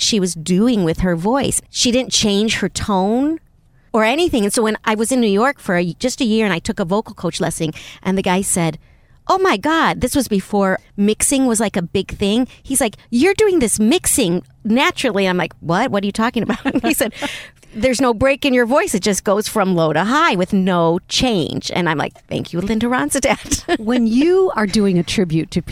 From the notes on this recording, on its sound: At the last minute, the studio we were supposed to record in became unavailable, so we punted and ended up driving to a hotel parking lot, right beside “the 10” which is California’s mega highway. As I set up my microphones and recording equipment. LIVE from the front seat.